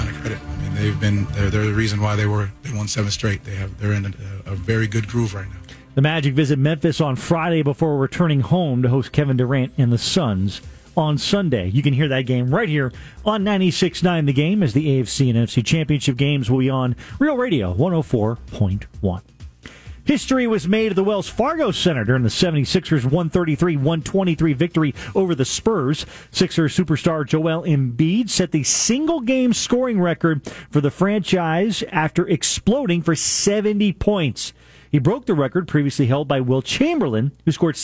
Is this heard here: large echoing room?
no